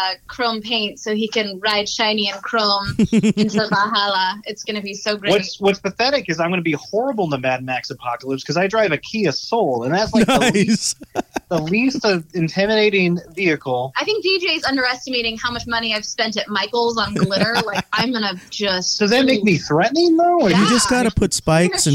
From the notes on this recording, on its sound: We'll be interviewing our guests by phone from inside the Desert Oasis Room.